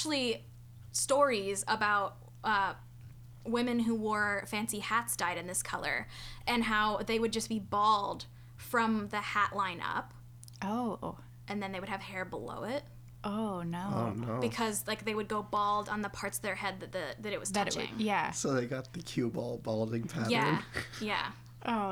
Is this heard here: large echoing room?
no